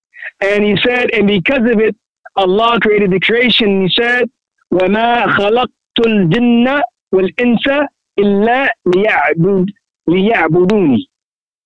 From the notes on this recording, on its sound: A Toronto Tele-Conference Event Presented by Maktabah Al Fawaaid.